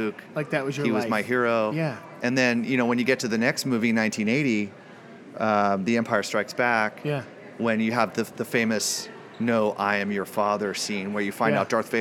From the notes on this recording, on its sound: Live from the Help Me Grow National Forum in Buffalo, New York